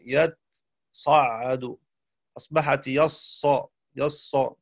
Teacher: فأسكن التاء يتصا، تمام، وأدغمها في الصاد تخفيفا يتصعد أصبحت يصا يص، فشدد لذلك.